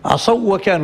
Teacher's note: الواو والواو ما فيهم غنة. فيهم إدغام صحيح، إدغام كامل، لكن ما نقولش شيء غنة.